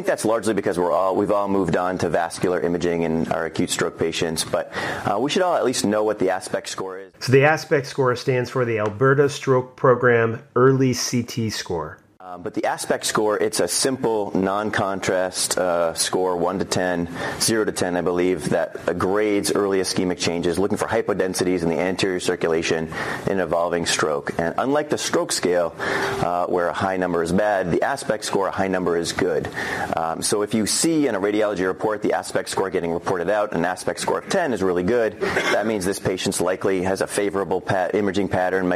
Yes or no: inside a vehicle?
no